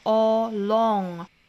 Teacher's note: 英式发法我们知道是唇形向前聚拢的 along.那美式呢，我们在这个基础之上，上下开口度还要更大一些。Long.但是呢我们还是要注意哈，唇形还是有向前聚拢这样的动作的。但是不管是怎么聚拢，它不能发成 on, long.那如果是发成了 long,就是完全放飞自我了，这个上下唇就完全张开了。但是我们要注意真正的美式发音这个元音呢还是要向前去拢的啊。